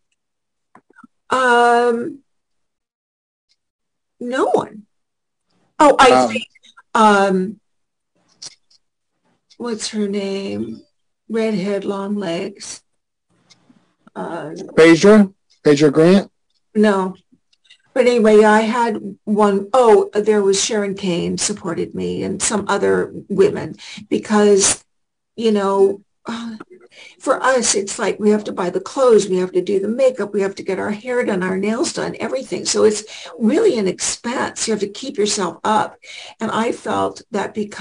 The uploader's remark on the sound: for our 3/12/2023 Zoom Show!